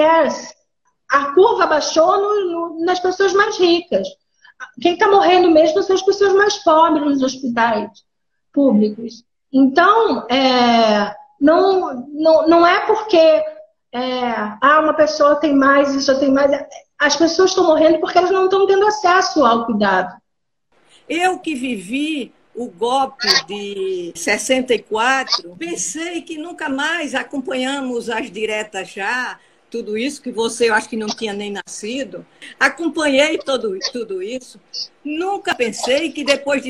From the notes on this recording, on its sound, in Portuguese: uma série que registra conversas ao vivo (live) que rolaram no Instagram